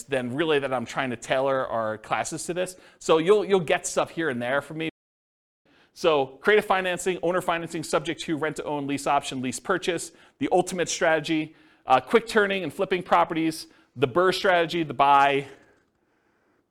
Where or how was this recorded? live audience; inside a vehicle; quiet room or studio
live audience